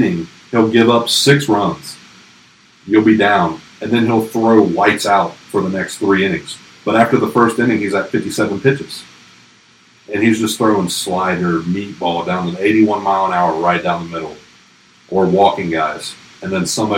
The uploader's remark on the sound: We thought we had put it past us, but unfortunately the evil force of technical difficulties has reared its ugly head again, however there's still a great show behind it if you can power through.